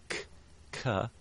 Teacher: one of the differences between ka and ga, in English at least, is that ka is an aspirated sound · the sort of noise that comes immediately after the moment of silence is the aspiration. That's the term that we use.